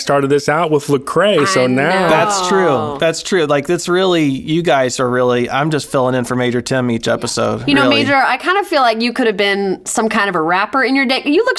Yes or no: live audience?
no